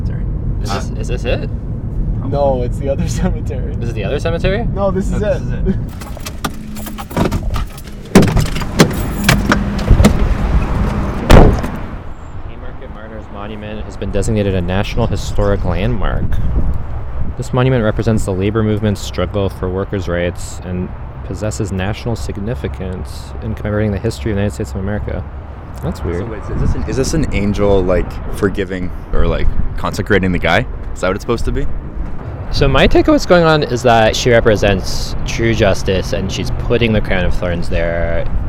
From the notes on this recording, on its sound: We went to Chicago last month for the Jewish Voice for Peace National Members Meeting! We brought a recorder with us and put together an audio collage of our experience. Our trip to the Haymarket Martyrs' Monument.